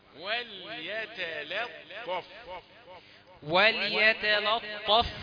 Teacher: اللام الثانيه ما جت مفخمه عشان قبلها جرها الطاء وليتلطف وليا تا لا اهي حروف مرققه متتابعه وليتلطف وليتلطف و